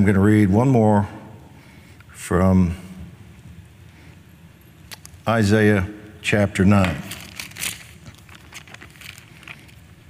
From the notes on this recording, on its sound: Recorded live on 7/19/20